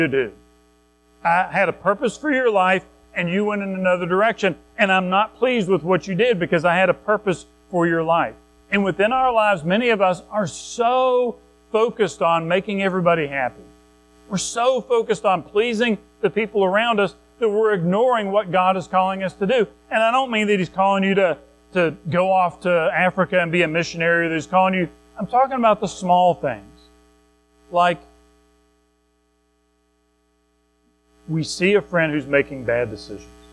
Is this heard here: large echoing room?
yes